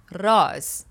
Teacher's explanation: we have a Persian R sound, R, which means you need to roll the R.